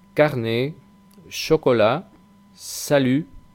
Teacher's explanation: La T final que aparece en salut tampoco se pronuncia. Es que las T finales en general en francés no van a sonar. Siempre que vemos una T final es como si no estuviera.